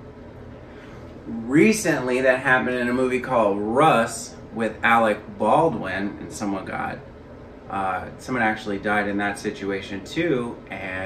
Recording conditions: poor microphone